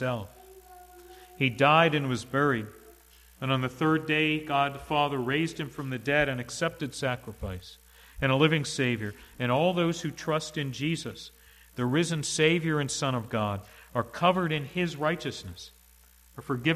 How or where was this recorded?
large echoing room